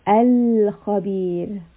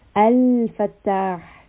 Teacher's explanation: So we have qamariya letters, and then the lam also becomes qamariya. So qamariya letters are always read clearly. So you will always clearly hear the lam. · Term: izhar qamariya